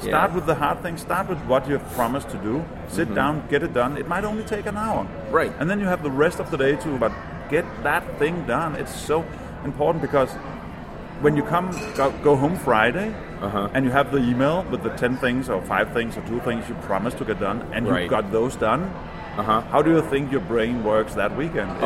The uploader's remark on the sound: Live from MicroConf. At MicroConf 2016.